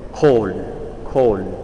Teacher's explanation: si pronuncia è una gutturale eh, profonda, col, che quasi avrebbe un effetto esplosivo come onomatopeica, col, col, che, che poi vuol dire anche tuono.